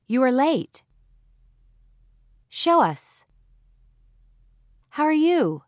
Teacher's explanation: If a word ends in the vowel sounds oo, as in you, o, as in show, or ow, as in how, and the next word starts with a vowel, the words are linked with the sound w